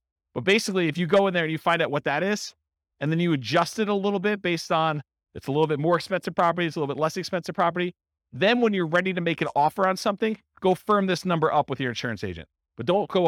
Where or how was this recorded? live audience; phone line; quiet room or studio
live audience